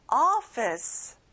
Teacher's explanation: 자, 오피스가 아니라 어 발음이에요.